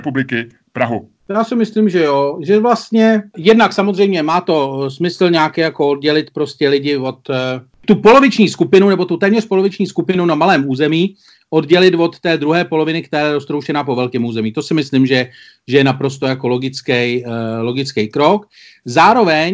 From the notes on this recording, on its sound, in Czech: Takže zbývá doplnit, že i tento podcast jsme natočili přes Skype.